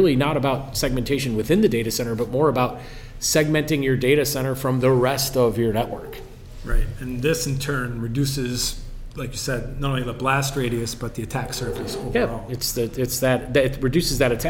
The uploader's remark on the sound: Recorded in New York City at CXO Summit Live on October 25th